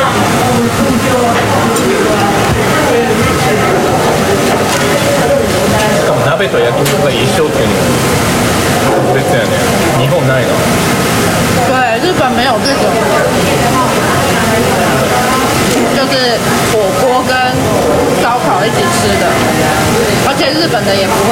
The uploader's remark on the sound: 屋外録音 中秋節！台湾の焼肉屋さんで録音してみた！ 中秋節我們到台式火烤兩吃店錄音. 就是讓大家感受一下台灣中秋節的烤肉氣氛. I tried recording at a BBQ restaurant in Taiwan.